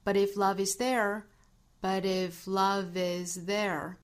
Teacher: But if love is,再跟后面的元音连读就出来一个 V 的音了。